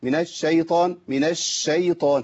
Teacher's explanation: لا، لان انا ما عملتش التفشي بتاع الشين، انتشار الصوت، وشنشن الشين وبين التشديد بتاعها